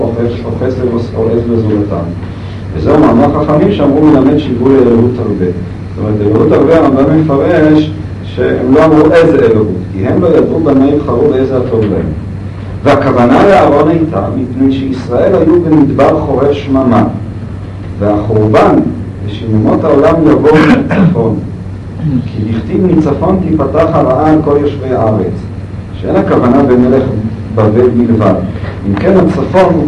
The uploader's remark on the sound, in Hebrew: ההקלטה באיכות נמוכה